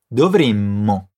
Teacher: Lembra que aqui tem uma dupla consoante, o M. Pronuncia o som bem forte.